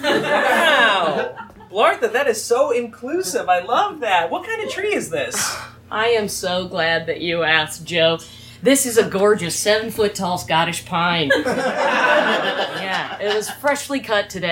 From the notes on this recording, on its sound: Live at UCB Franklin! We took a trip out to Los Angeles to do a couple shows.